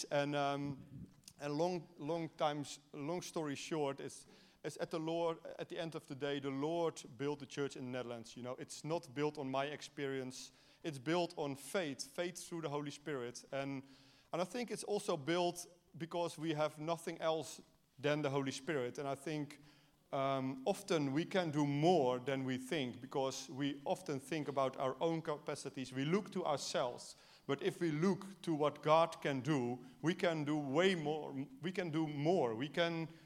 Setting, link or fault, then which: setting, large echoing room